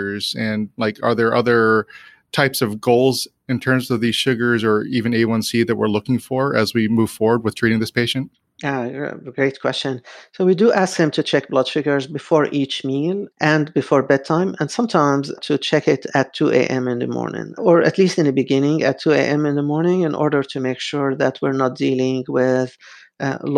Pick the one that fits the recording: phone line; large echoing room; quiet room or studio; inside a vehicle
quiet room or studio